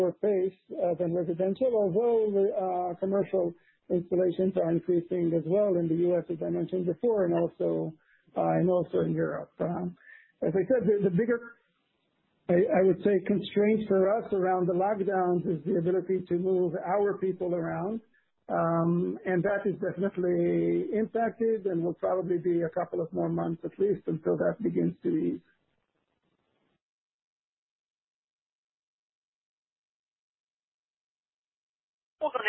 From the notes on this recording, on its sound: Q3 2020 Results Conference Call